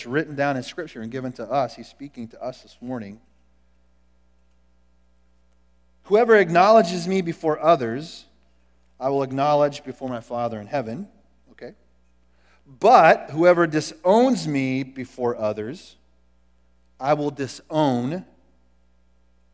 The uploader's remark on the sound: Recorded at The Calling Community Church located in Platte City, Missouri. Service is held at the Platte County High School Auditorium.